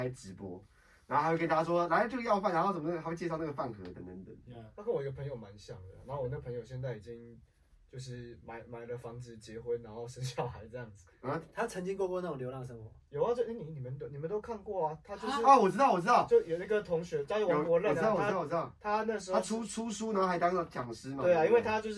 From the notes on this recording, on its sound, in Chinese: 錄音重大失誤，抱歉！我們忘了按下介面器上的錄音按鍵。